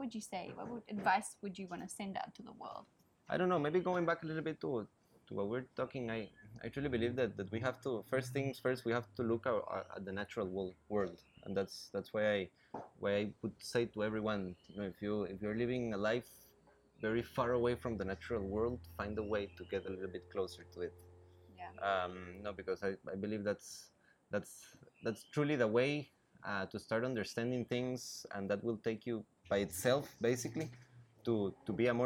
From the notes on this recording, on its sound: We recorded this episode on the banks of the Tortugeuro river so you will hear the sounds of birds, boats and locals going about their business.